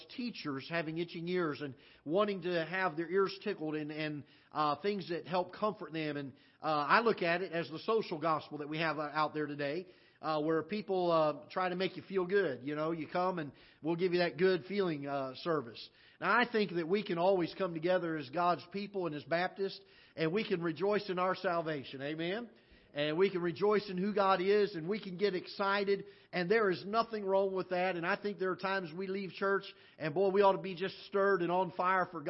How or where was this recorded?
large echoing room